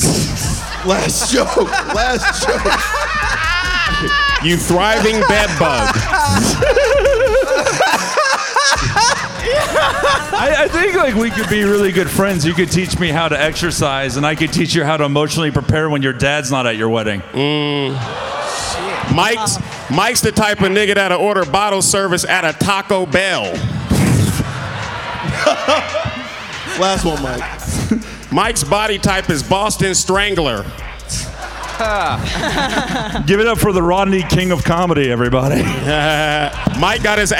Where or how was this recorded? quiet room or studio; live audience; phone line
live audience